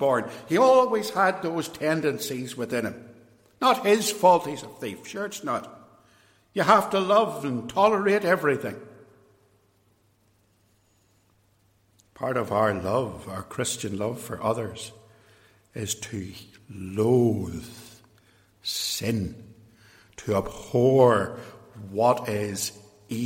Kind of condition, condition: setting, large echoing room